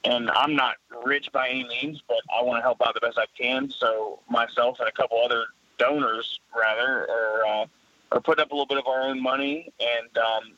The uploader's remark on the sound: Instead of wondering, we picked up the phone and started calling folks. Here is a collection of the first few calls we made!